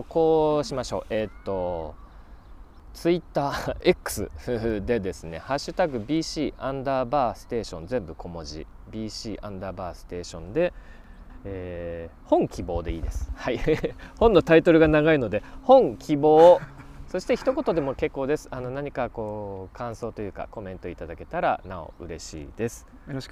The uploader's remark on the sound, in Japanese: 収録地： 神奈川県川崎市 多摩川のほとり。本には書ききれなかった思いを川原で語った。収録地： 神奈川県川崎市 多摩川のほとり。収録機材： ZOOM F3 (レコーダー)、 ZOOM ZSG-1（マイク）。